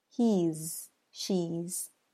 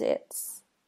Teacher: is pronounced more like a Z sound for he and she, and as an S sound for it's.